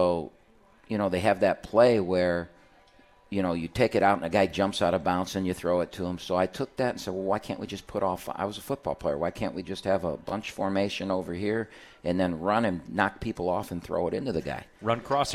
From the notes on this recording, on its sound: live from RJ's Pub in Rochester Hills!